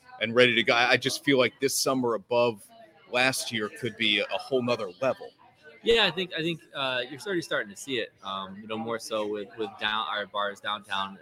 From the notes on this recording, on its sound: LIVE from Kings Tavern in Saratoga Springs.